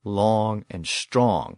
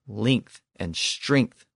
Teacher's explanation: the older versions are long and strong with the back vowels. The newer versions are length and strength with the front vowels.